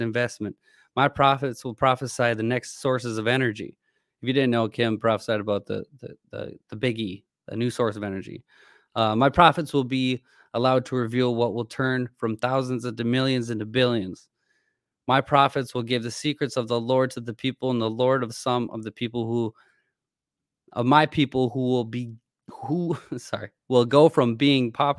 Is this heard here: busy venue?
no